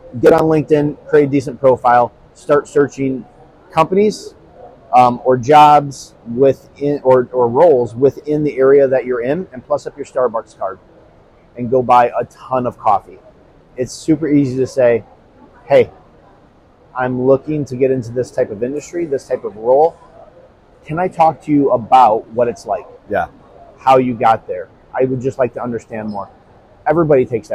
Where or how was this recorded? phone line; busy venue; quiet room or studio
busy venue